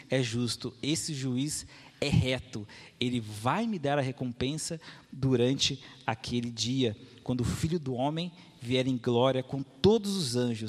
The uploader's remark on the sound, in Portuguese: Mensagem gravada na Igreja Batista Jardim Minesota